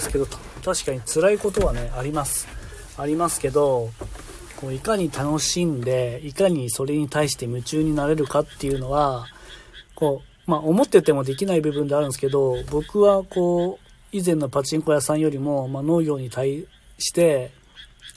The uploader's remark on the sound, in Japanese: LIVE〜軽トラの中から10分だけ〜